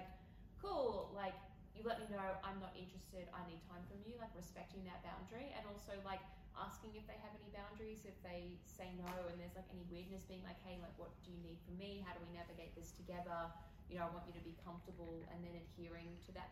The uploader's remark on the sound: PAX AUS 2022 Live Panel